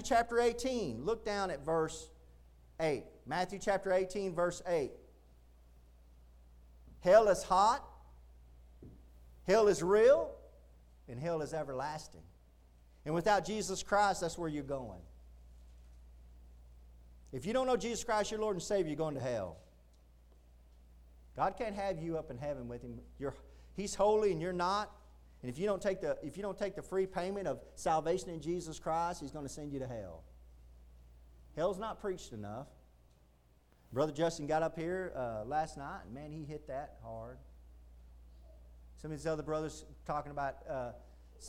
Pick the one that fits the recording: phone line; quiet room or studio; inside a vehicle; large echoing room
large echoing room